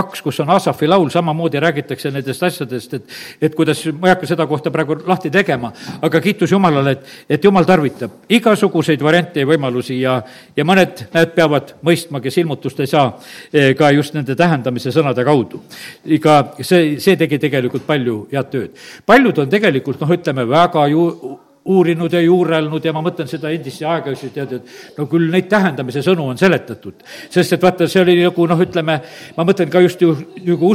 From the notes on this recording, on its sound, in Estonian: Audio salvestus koosolekult